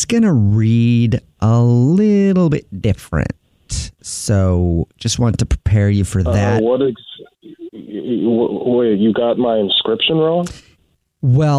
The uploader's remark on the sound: Phone Prank!